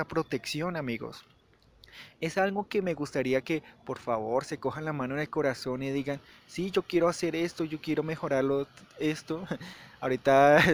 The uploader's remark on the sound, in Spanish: Este episodio fue grabado en un parque